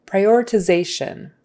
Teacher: notice the syllable stress is on zay, that next to the last syllable